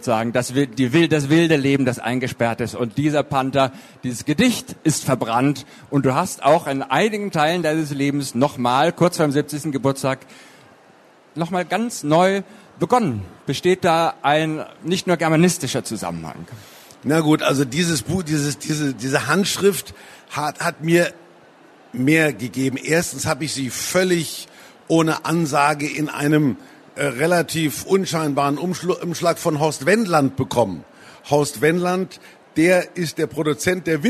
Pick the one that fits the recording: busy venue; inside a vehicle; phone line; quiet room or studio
busy venue